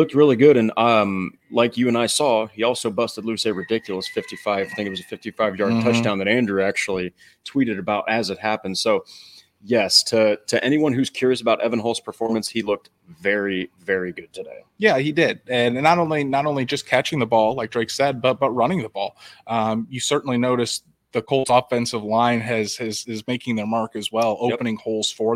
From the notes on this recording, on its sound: live from Indianapolis Colts training camp